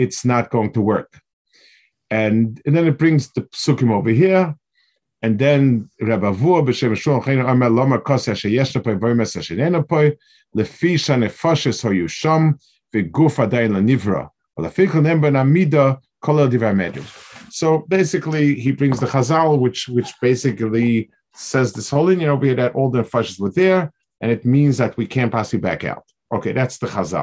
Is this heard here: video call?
yes